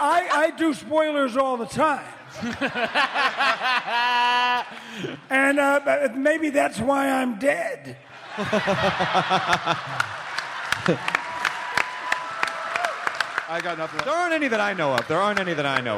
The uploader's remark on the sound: Live at The Balboa Theater at SDCC 2014! They take quemments from the audience!